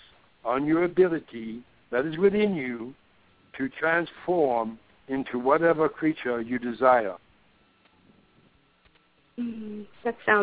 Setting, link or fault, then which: link, phone line